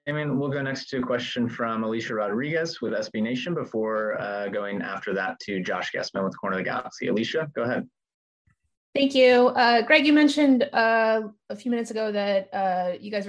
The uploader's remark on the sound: Media Video Conference Call